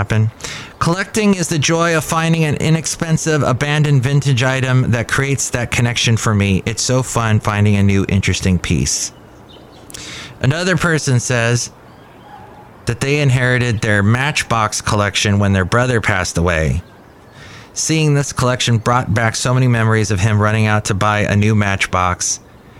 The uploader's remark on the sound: podcasts live from Cafe Anyway